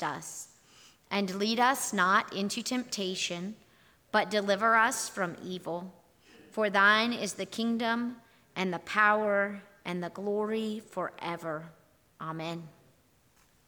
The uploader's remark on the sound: Here is our audio recording from this morning&#8217;s worship service. Here is our audio recording from this morning’s worship service.